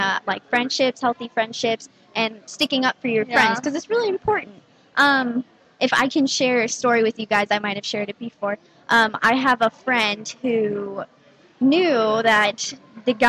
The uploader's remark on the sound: on location at the Microsoft Store inside the Scottsdale Fashion Square Mall